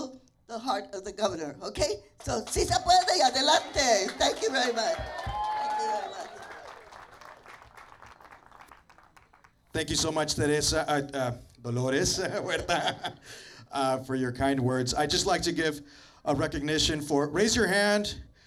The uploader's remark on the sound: some sounds from the event kick-off from the 40 acres site in Delano